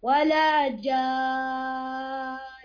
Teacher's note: مد جان ست حركات هذا مد لازم